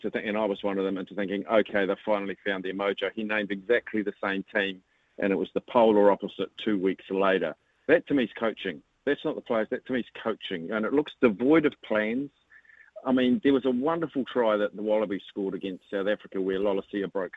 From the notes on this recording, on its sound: called